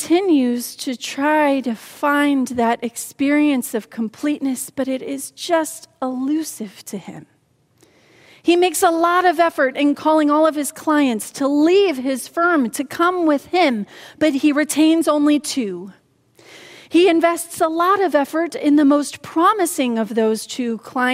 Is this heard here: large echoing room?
yes